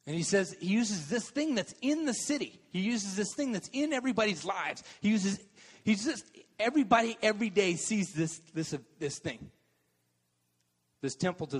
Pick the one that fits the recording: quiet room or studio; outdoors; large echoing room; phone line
large echoing room